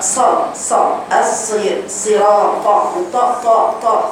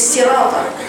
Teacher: صراطة دي انت قرأتيها خطأ، قرأت الكلمة خطأ، لأنك حولت الطاء إلى تاء، يعني خليت صورة هيئة الحرف مختلفة تماما، حرف مستعلى مطبق، كل صفات القوة اللي موجودة فيه حولتيها إلى حرف مستفل غير مطبق، تاء